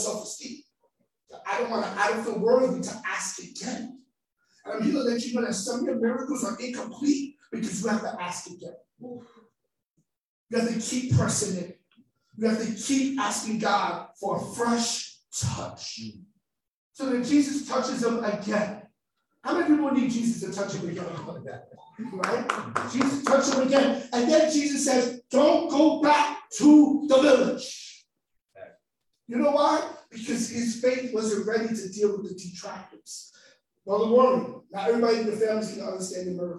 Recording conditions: poor sound quality